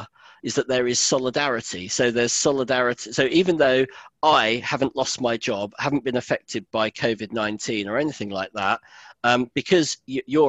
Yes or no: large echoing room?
no